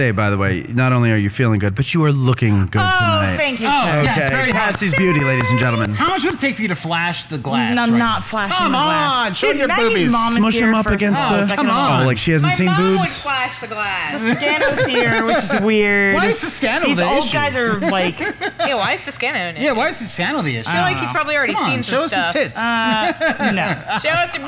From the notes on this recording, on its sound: LIVE From Jersey Girl Brewing. A live show from Jersey Girl Brewing in Hackettstown, NJ.